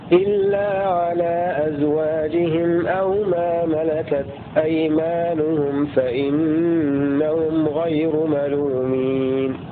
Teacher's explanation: أقرأ الآية برواية قالون بقصر المنفصل وسكون الميم